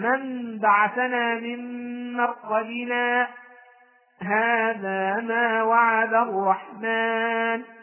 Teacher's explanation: يبقى من بعثنا من مرقدنا هذا ما وعد الرحمن، هذا هو السكت. وقفت على كلمة مرقدنا من غير أن أخذ نفسا ثم قلت هذا ما وعد الرحمن